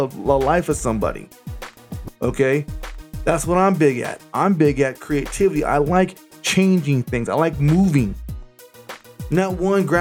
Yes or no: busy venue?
no